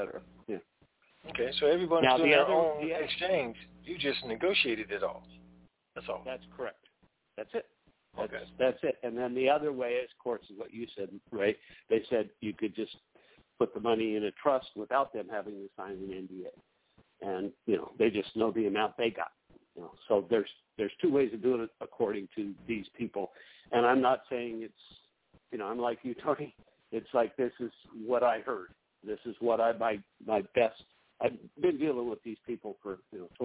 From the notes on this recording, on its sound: Conference Call